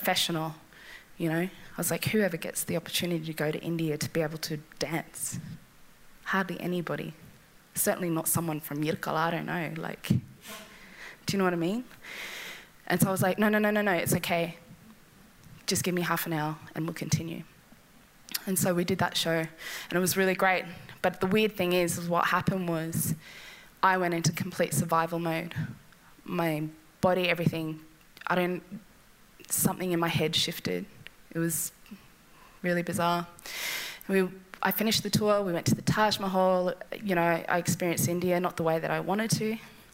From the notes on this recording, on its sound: These stories were originally performed at SPUN, a live storytelling night held in Darwin. Present a night of vulnerable storytelling in front of a live audience. With live music.